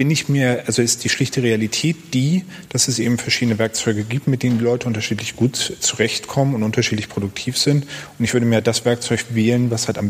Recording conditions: busy venue